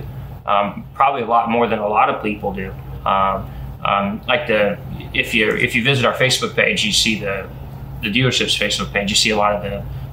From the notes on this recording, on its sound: from Elijah P's Burgers and Brews in Alton